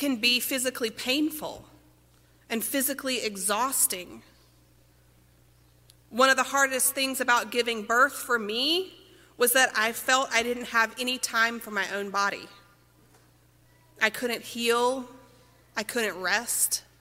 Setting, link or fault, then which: setting, large echoing room